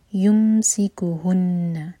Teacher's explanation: میم ساکن کو ہولڈ نہیں کرنا، اظہار شفوی ہے. یمسکہن، نون پر غنہ، دو سیکنڈس کے لیے ہولڈ کریں گے پھر نہ پڑھیں گے، ایک حرکہ لمبا.